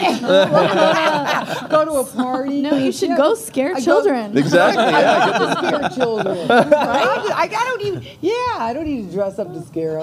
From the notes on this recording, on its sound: A live confessional we recorded at LA Comic Con.